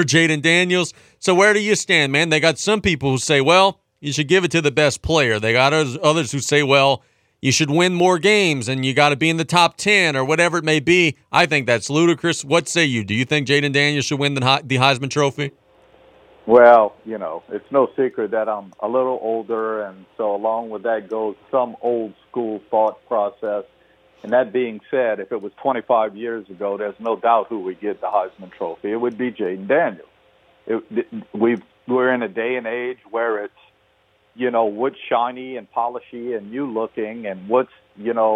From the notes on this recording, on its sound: In the 3rd segment of the show, we go to the phone lines.